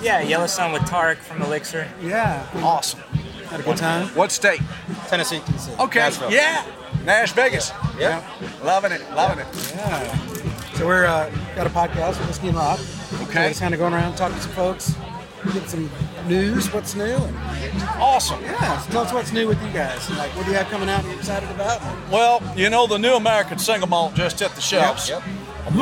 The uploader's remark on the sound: Kentucky Bourbon Festival Recap, we jaunt our way through the festivities to hunt down some exclusive bottles, speak with more amazing distillers, and hear some mighty fine piping.